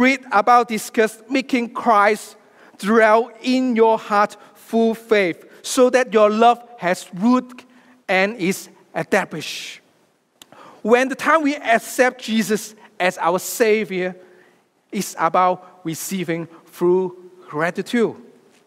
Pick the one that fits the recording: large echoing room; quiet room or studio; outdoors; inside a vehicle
large echoing room